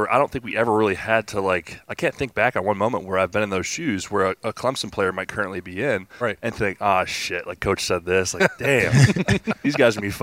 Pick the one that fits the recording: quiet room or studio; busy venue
busy venue